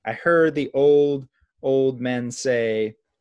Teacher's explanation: You know, I heard the old, old men say, old men is like a little blurry, but it's basically, you know, 4 stressed, where heard is stressed, old is stressed, men is stressed, say is stressed · Term: 4-beat line